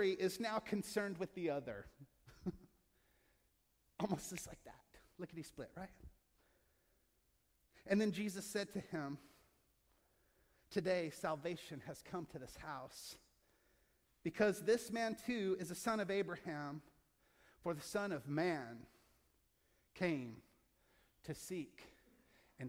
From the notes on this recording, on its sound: From our Crosswalk contemporary service in Asbury Hall. From our Crosswalk contemporary service in Asbury Hall.